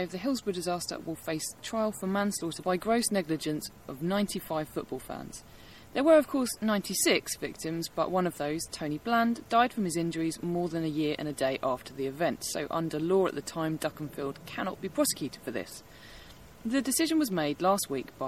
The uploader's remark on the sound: Venture OUTSIDE and somehow manage not to spontaneously burst into flames in the heat.